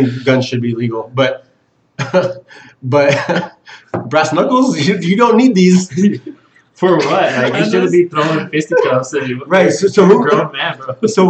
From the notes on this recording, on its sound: Sorry it sounds like we're in a tunnel.